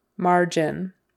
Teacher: Accent on the first syllable, margin.